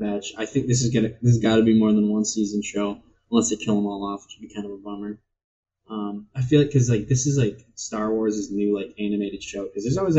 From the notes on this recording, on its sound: I would like to first apologize for the garbage audio; turns out instead of inputting through my microphone, the system ran my audio through my webcam.